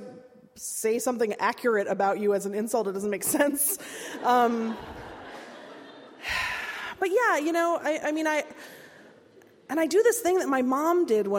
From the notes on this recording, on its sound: At Seattle Town Hall. Speaks to a Town Hall Seattle audience on May 25.